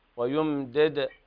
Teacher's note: انتبه للدال المقلقلة، ويمدد يعني لا تضم الدال